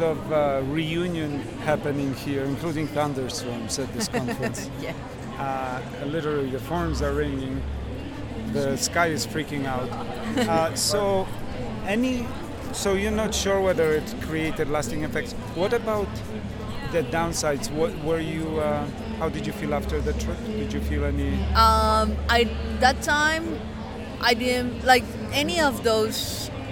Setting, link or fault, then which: setting, busy venue